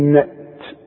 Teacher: وطلع شوية هوا كده علشان تطلع التاء لان التاء من حروف الهمس تقول نأت اوعى تقلقلها طب وإذا وصلت دي مكسورة نأتي بخير